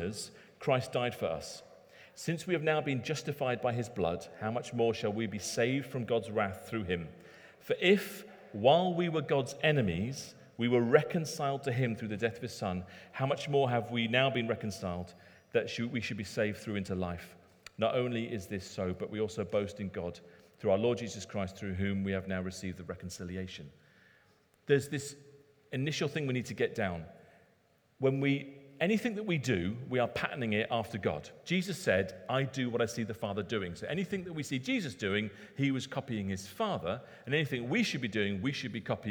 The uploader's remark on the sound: Recorded at Middlesbrough Community Church.